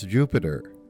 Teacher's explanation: In the New York area, everyone says Jupiter with a D. But elsewhere, the T is simply buried a bit, and it's hard to quibble with that, as Jupiter lights up the pre-dawn sky these mornings.